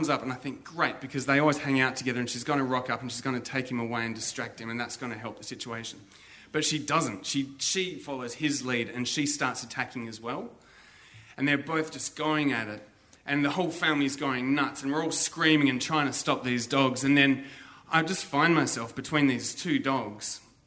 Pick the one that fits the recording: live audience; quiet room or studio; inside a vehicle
live audience